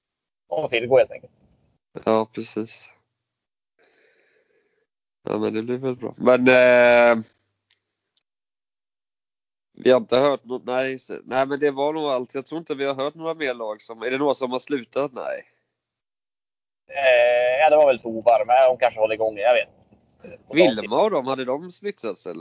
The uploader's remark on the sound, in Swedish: Har en ny mikrofon som kanske är bra men han åker bil så det låter som en rostig gås ändå.